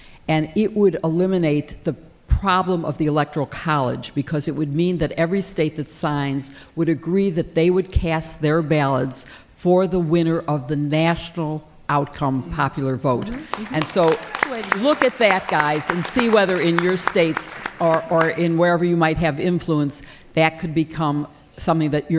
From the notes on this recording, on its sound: Live in DC. SistersInLaw are live in Washington, DC.